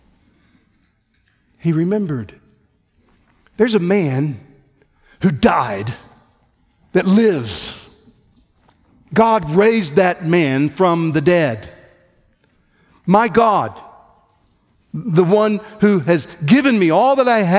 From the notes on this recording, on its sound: on January 18, 2024 at the Founders "Remember Jesus Christ" national conference in Southwest Florida